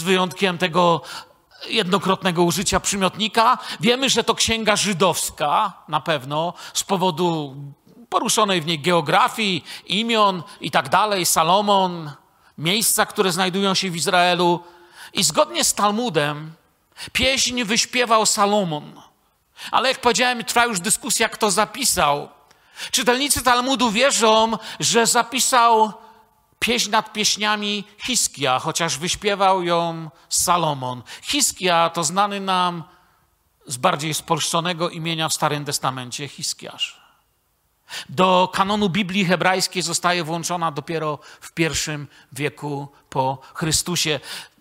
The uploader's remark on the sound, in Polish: Wykład nagrano podczas nauczania w Kościele „Filadelfia” Bielsko Biała